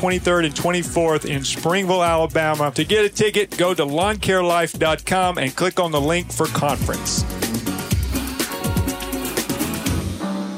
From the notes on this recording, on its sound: at the Lawntrepreneur Academy Live event in Michigan